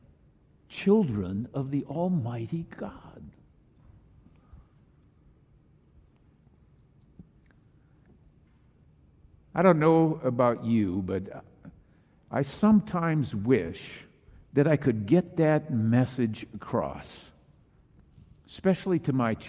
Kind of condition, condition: setting, large echoing room